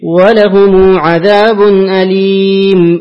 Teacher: أقرأ لقالون بصلة الميم